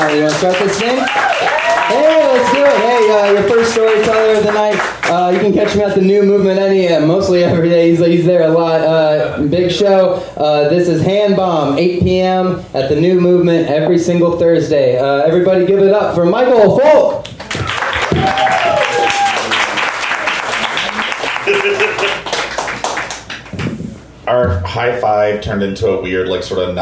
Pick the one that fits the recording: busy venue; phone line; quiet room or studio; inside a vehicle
busy venue